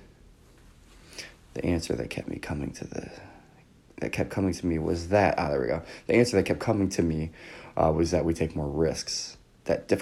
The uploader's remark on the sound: Recorded on Zoom H1 or apple iphone in Garage Band.